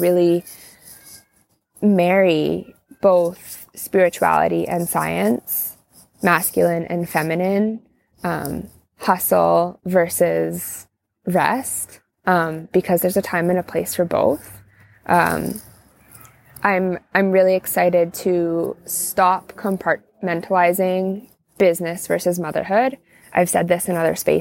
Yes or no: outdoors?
yes